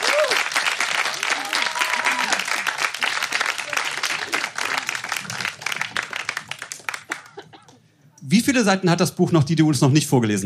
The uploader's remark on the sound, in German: Auswahl der Beiträge von der „texte von gestern“-Liveshow. Im Kulturhaus Insel der Jugend, Berlin. Heißen Dank an das Kulturhaus Insel, unser tolles Publikum.